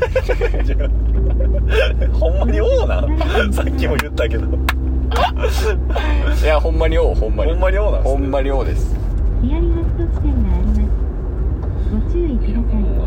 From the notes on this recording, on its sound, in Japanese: 約５年で初！ドライブ収録開催！